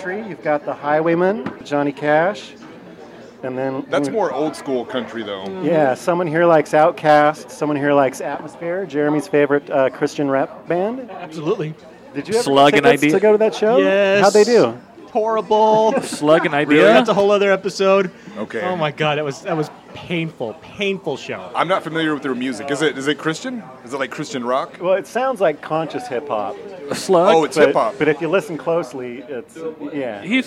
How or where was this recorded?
busy venue